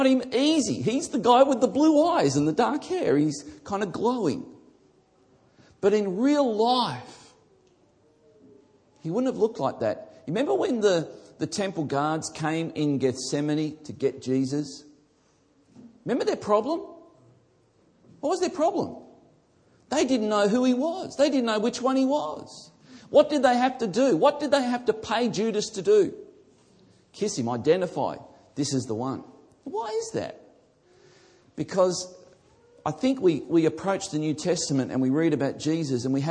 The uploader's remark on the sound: This message was originally recorded before a live audience